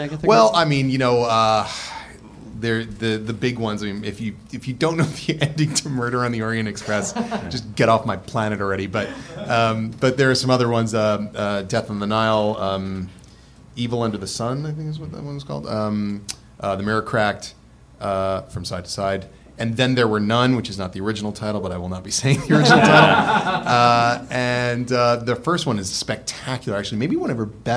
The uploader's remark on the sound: take questions from the audience